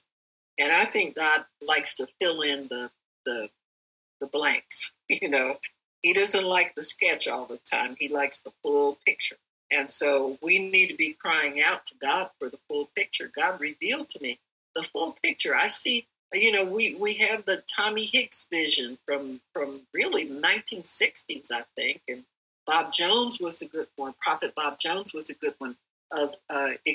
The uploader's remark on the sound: NEW COVENANT OF PEACE ZOOM EVENT.